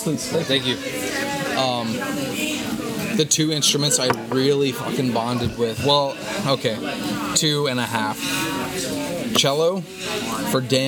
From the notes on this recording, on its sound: Join us this week for another special post-gig podcast recorded at Denny's.